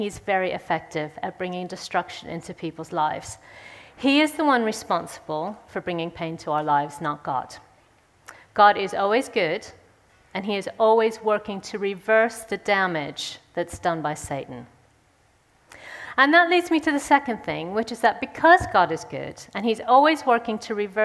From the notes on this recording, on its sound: speaks at the Third Person conference in session 3